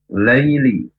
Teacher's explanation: Baca lunak saja. Ya sukun hanya menjadi i, tidak boleh panjang